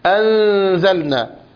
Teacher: أشعر بصوت الزاي حتى الصفير بتاعها تشعر به